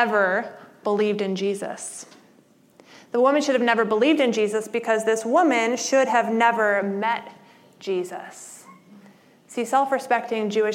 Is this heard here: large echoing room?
yes